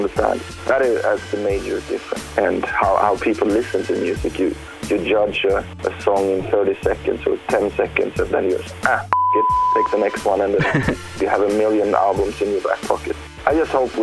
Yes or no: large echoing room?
no